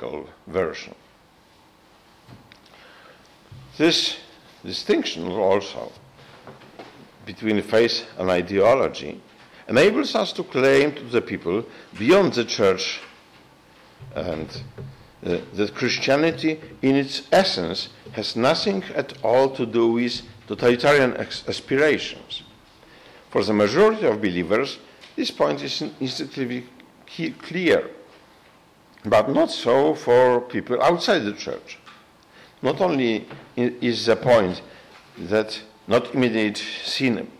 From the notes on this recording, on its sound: gave a talk to Christendom students and faculty